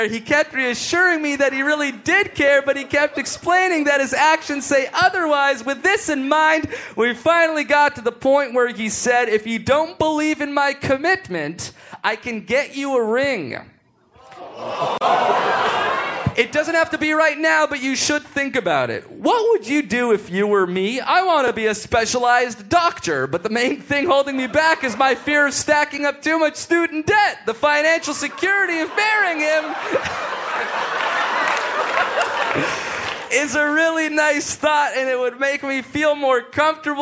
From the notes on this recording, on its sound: Live From Toronto! Live from Just For Laughs comedy fest in Toronto!